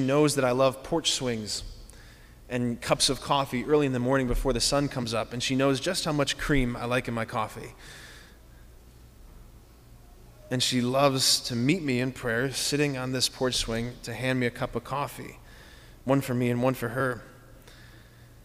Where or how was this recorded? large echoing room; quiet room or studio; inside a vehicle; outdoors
large echoing room